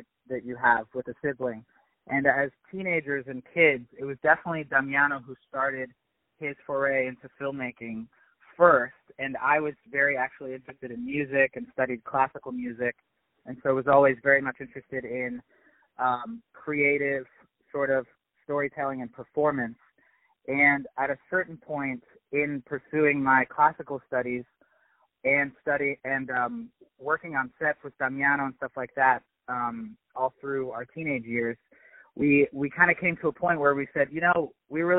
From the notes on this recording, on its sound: On the phone